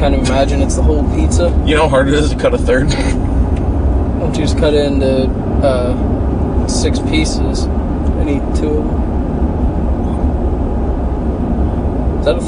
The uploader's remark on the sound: This week we take you on the road as we record while traveling to Moes.